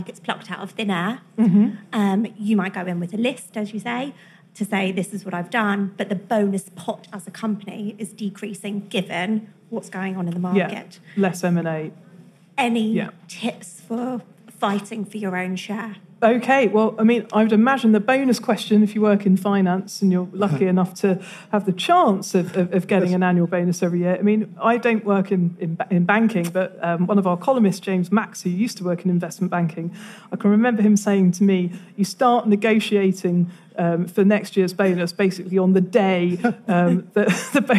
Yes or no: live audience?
yes